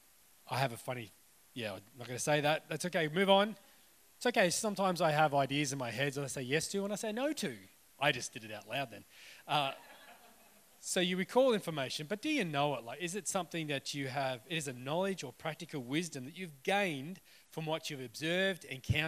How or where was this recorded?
live audience